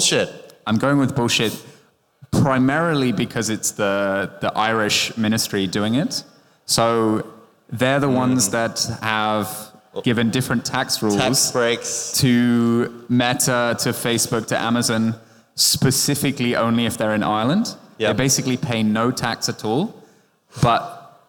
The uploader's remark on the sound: This episode of the Mobile Growth Nightmares podcast was recorded live at the 2023 ASO Conference in Berlin.